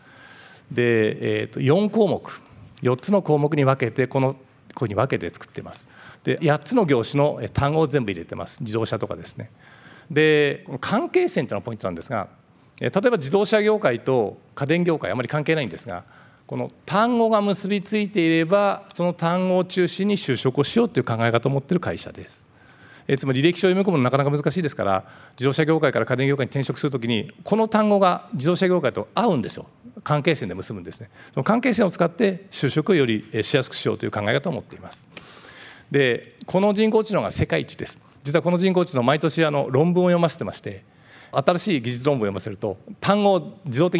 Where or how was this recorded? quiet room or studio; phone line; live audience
live audience